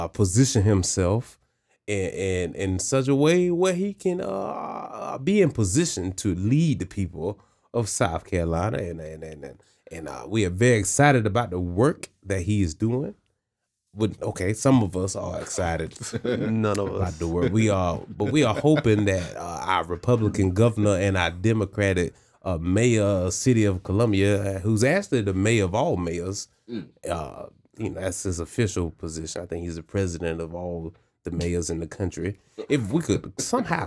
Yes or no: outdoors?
no